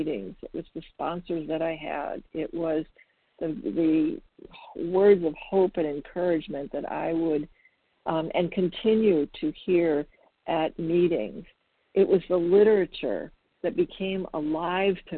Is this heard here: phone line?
yes